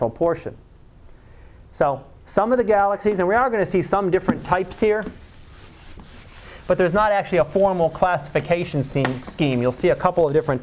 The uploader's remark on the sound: Live Class Lecture